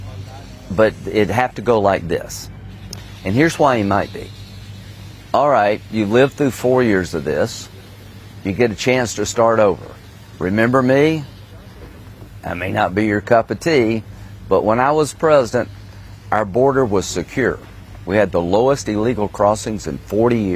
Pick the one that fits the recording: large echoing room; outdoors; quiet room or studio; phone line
outdoors